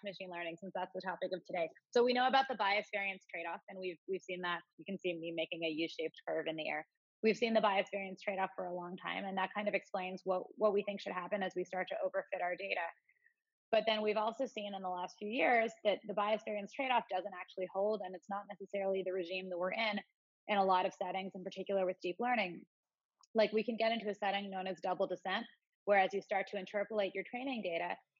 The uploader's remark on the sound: Our Data Science Zoominars feature interactive conversation with data science experts and a Q+A session